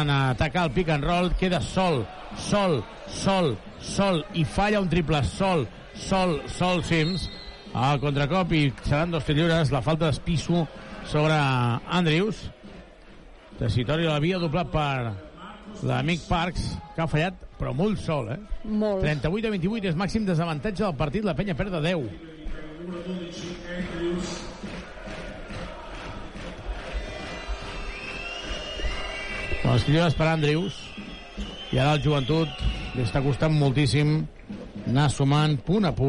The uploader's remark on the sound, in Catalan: Transmissió en directe del partir Venice vs Joventut.